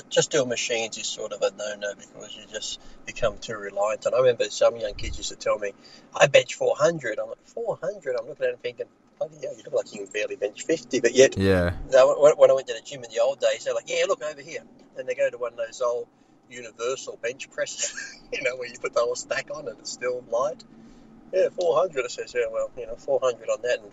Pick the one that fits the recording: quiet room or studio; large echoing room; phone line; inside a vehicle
inside a vehicle